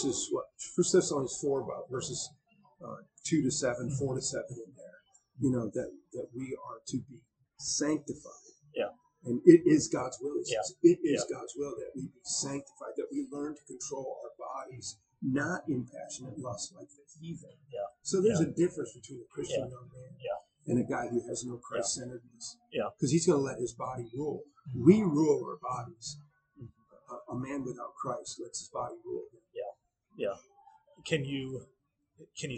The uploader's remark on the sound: Due to some recording errors, the quality of the audio is below average; however, the vast majority of the conversation is comprehensible and beneficial.